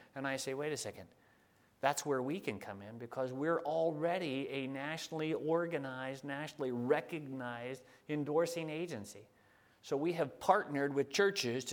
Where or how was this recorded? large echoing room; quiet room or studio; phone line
large echoing room